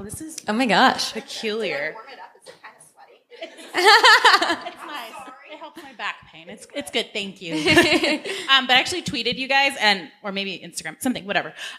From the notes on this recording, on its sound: We were fortunate enough to have a live show at the Outlier Podcast Festival in September of 2018.